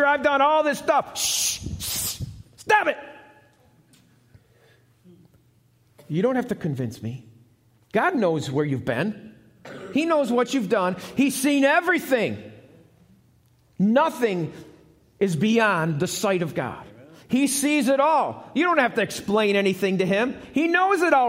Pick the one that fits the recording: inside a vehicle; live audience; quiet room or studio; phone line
live audience